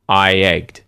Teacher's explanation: it's the first I sound that determines you using a y sound to link to egged.